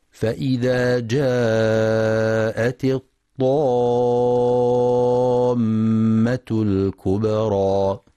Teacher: ينتبه القارئ للمد اللازم الكلمي المثقل، يمد 6 حركات لزوما لكل القراء